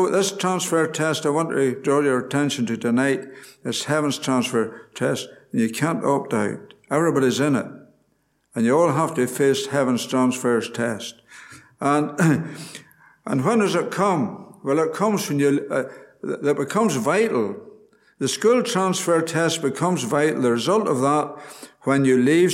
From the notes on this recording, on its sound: Gospel Audio from Ballyclare Gospel Hall